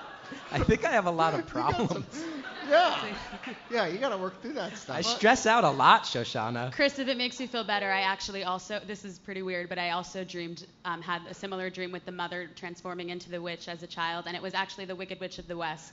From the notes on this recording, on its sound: Ask Roulette is a conversation series in which strangers ask each other questions on stage. This excerpt is from our May show at Housing Works Bookstore in New York City. Some audience members.